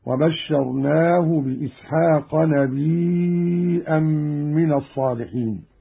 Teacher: همز قالون الياء وتصير عنده مدا متصلا يمد مقدار أربع حركات